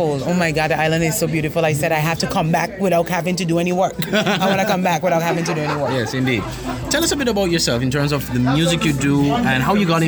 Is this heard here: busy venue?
yes